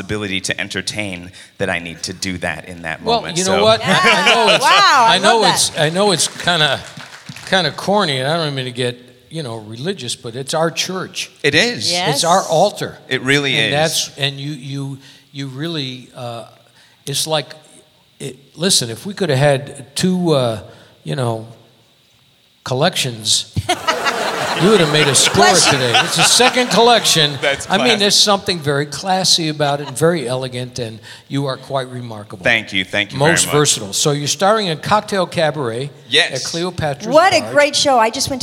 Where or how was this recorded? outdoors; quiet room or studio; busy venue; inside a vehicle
busy venue